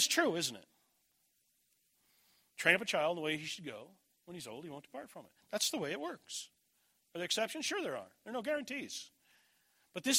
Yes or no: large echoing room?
yes